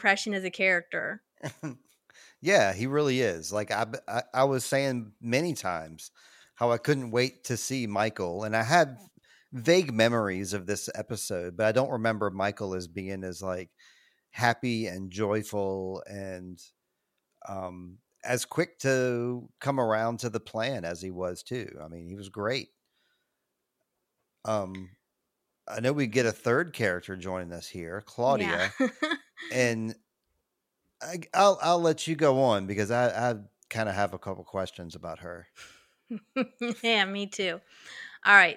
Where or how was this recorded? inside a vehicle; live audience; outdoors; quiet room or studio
quiet room or studio